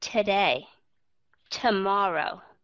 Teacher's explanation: các bạn sẽ đọc âm thứ nhất nó là schwa · IPA: ə